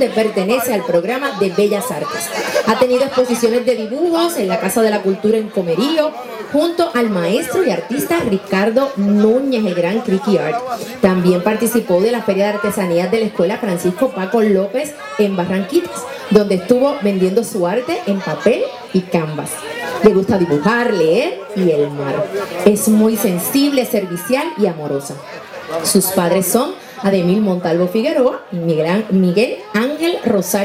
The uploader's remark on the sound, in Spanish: Tras la invitación que nos hicieran el Comité Organizador del Festival La Loma del Tamarindo a poder ir a grabar parte del Festival. Llegó al Festival y pudo grabar parte del evento, además de varias entrevistas.